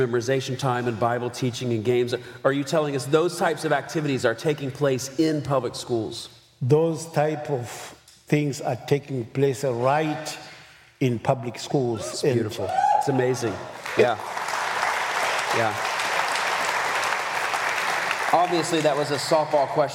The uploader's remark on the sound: Live from the 2023 Child Discipleship Forum